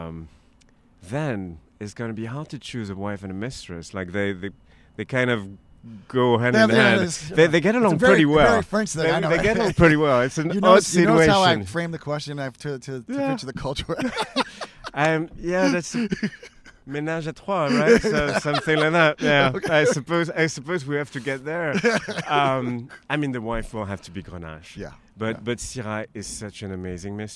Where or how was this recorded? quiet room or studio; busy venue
busy venue